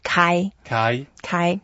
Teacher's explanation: It's the first tone, so we make it very flat.